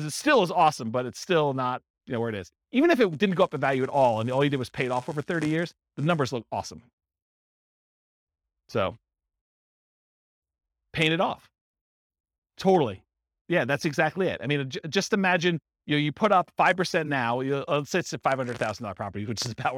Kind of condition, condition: setting, live audience